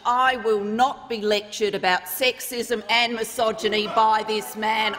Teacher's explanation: And she has a particularly nasal sound to her voice.